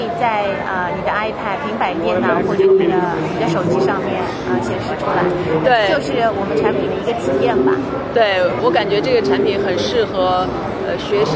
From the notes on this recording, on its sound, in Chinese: 在1月8日-11日的 CES全球电子消费展上。我在 AstroReality的展位上现场采访了她。